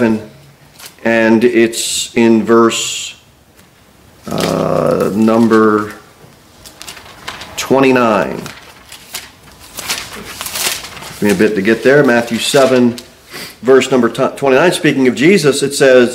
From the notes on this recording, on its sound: Sermon delivered at Pilgrim Baptist Church on Sunday, December 3, 2023, at 2-15 pm. Jere Whitson Rd. Cookeville, TN 38501.